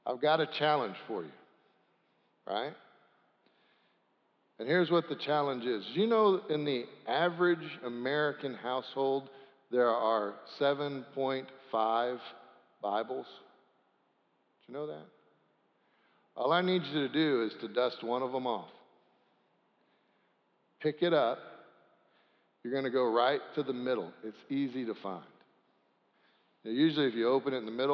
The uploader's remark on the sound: Sanctuary Service